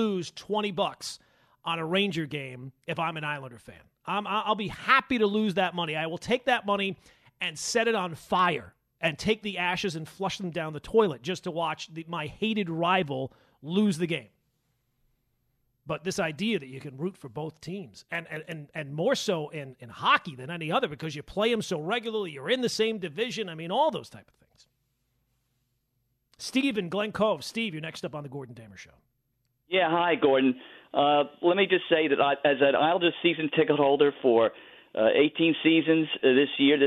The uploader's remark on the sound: Both Rangers and Islanders fans call